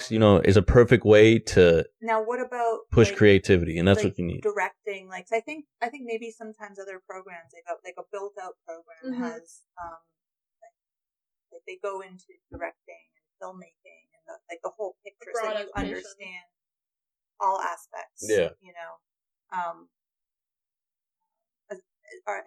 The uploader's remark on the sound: This was our first audio-only recording. You'll have to excuse the "beginner" audio quality.